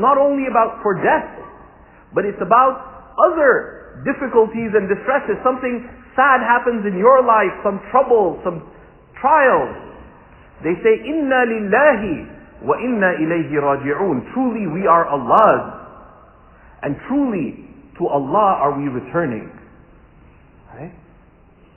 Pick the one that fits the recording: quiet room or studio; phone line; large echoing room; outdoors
large echoing room